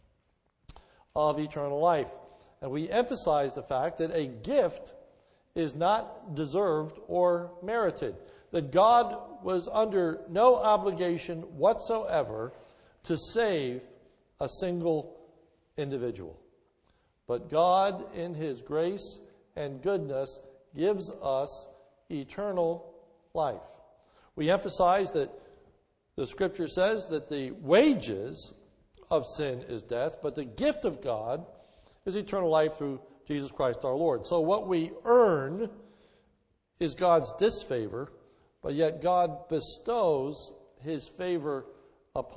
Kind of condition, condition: setting, large echoing room